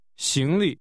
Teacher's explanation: Luggage is pronounced with a rising 行 and a neutral tone.